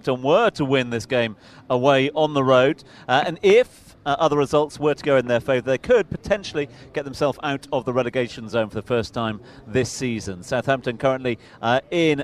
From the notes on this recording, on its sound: From the rooftop garden of Barasti